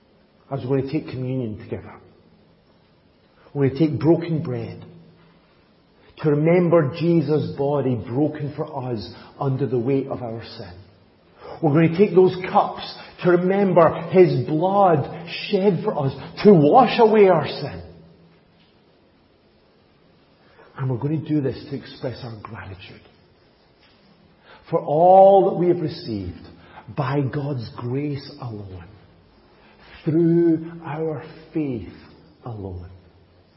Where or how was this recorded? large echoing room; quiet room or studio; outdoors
large echoing room